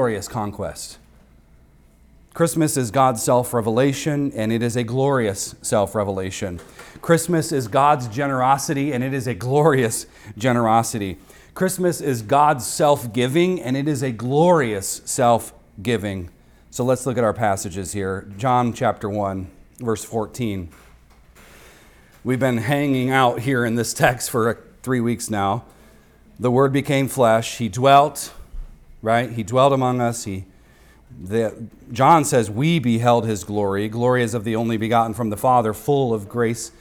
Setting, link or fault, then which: setting, large echoing room